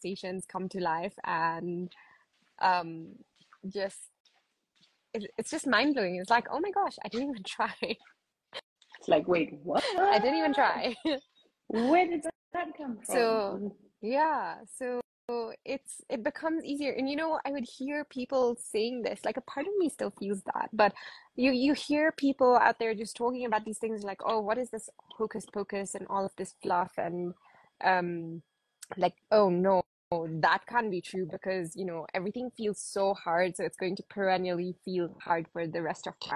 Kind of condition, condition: link, video call